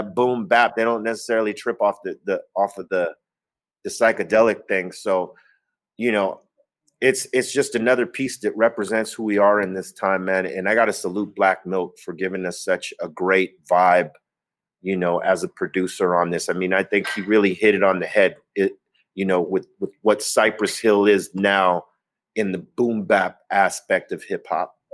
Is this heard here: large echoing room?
no